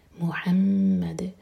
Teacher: رکیں گے تو دال پر قلقلہ ہوگا اور میم پر غنہ، میک شیور کہ میم پر دو سیکنڈس کا ٹائم دیں.